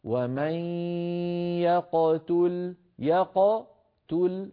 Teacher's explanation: قاف ساكنة مقلقلة فلا يصح ضم الشفتين عندها · فلما تصل إلى تو تضم الشفتين أما القاف ساكنة فلا بد من بقائها ساكنة